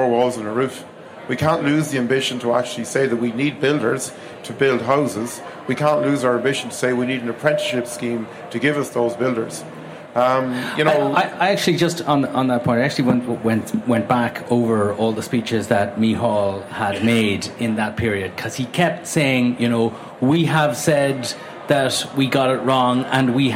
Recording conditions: busy venue